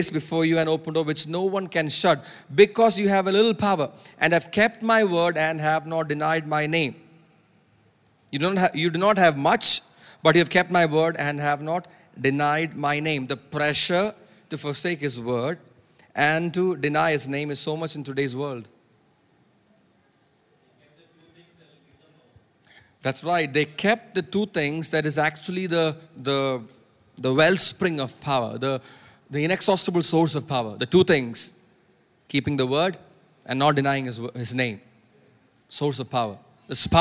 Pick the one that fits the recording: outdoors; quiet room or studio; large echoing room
large echoing room